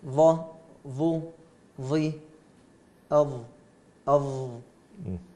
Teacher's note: الظاء تخرج من طرف اللسان مع أطراف الثنايا